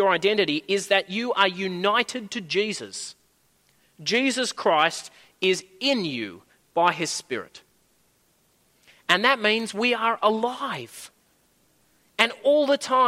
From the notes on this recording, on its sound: At a Church in the Graveyard service.